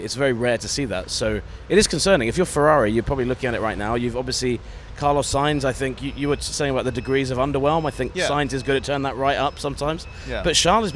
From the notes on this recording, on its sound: on location at the Miami Grand Prix